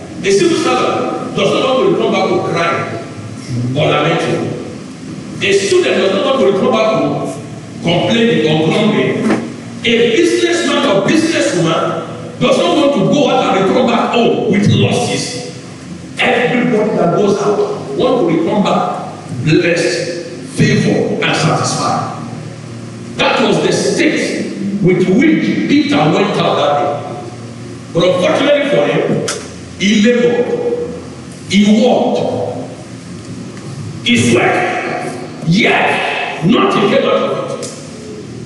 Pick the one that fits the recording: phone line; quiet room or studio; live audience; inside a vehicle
live audience